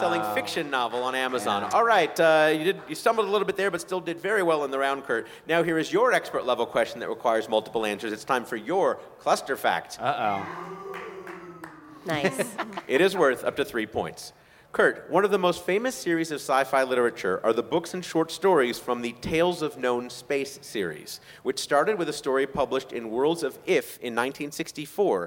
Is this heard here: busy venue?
yes